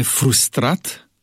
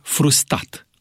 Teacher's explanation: unii vorbitori aleg să rostească cuvintele amputându-le consoana care se repetă · Shown in: second take